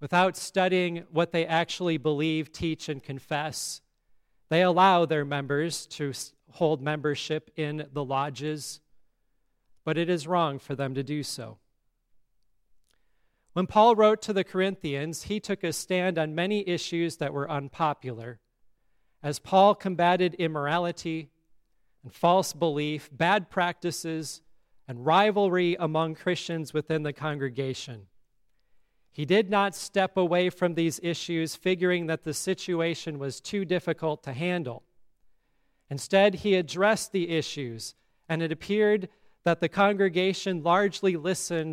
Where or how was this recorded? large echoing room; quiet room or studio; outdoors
large echoing room